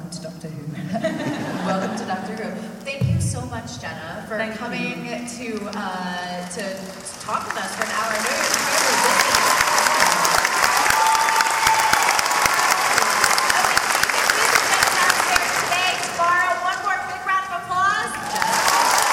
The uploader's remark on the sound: We are live from Planet Comicon 2016 in Kansas City! Had a fantastic Q and A panel and we have the audio for you.